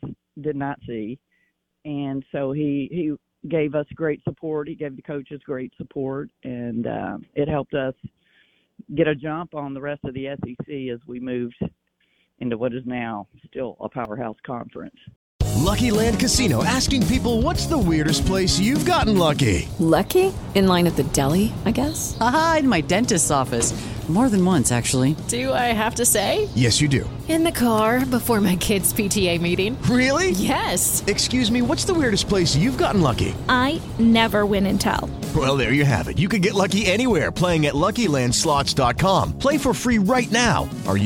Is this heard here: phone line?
yes